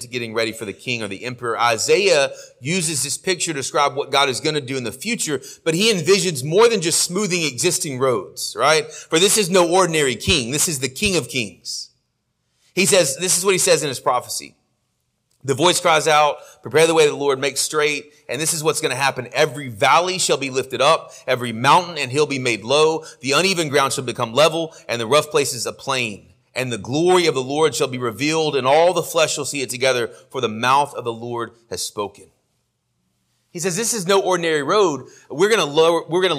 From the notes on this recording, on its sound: Sermon audio from our morning worship service